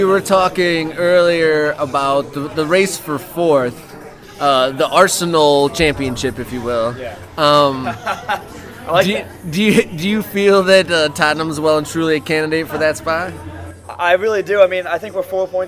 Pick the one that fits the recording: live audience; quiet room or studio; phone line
live audience